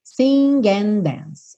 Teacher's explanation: Então, a letra G, que é uma letra que a gente não costuma ouvir com muita frequência, esse som g, g, aqui a gente ouve sing and, e and, dance, and termina com D. Dance começa com D, a gente vai ter somente um D